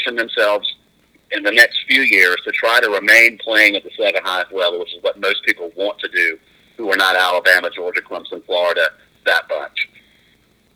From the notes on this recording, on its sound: hopped on the phone